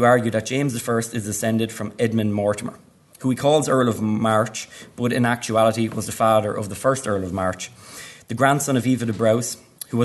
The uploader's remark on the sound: At the 2022 Tudor and Stuart Ireland Conference.